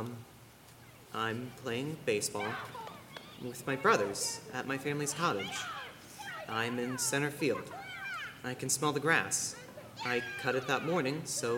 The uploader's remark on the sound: It was recorded in front of a live audience. By Thespian Troupe 4592 of Madison High School in Middletown, Ohio.